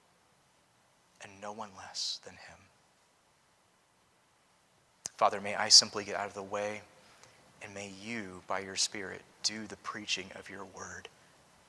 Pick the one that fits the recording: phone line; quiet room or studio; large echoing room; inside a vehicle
large echoing room